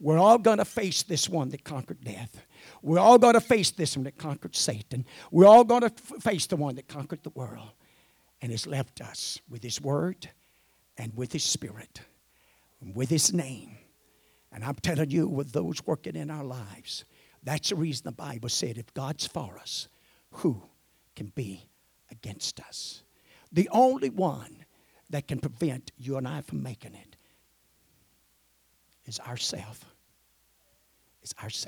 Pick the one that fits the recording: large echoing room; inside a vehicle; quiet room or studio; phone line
large echoing room